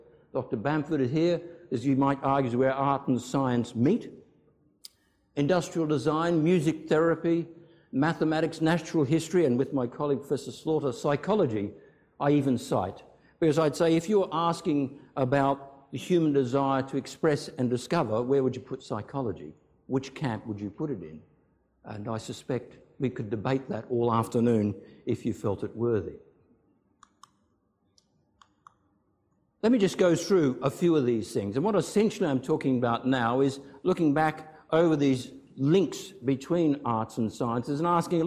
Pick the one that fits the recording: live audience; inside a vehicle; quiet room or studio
live audience